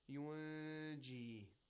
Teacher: It is followed by a Nun, and so therefore, we silence the sound of noon and give it a ghunna. Ghunna again basically means a nasal sound and a little bit of a stretch.